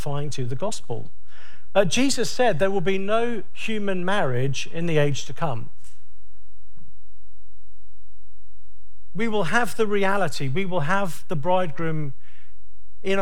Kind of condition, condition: setting, large echoing room